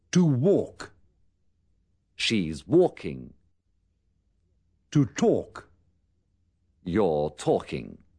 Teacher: Comprobará que la letra L no se pronuncia.